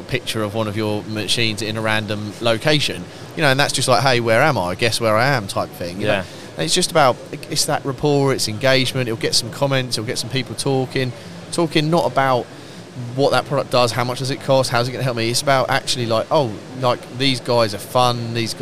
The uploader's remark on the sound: episode recorded on site at MACH 2022